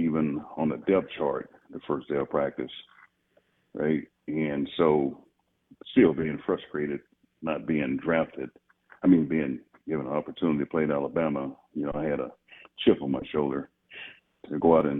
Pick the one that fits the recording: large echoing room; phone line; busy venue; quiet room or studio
phone line